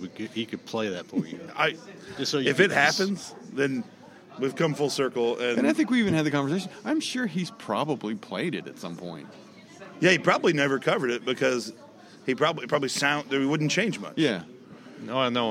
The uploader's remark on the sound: On Location at Doc's. Goes on location to Doc's Sports Bar in Evansville. From the stage at his bar. The lunch crowd didn’t seem to care.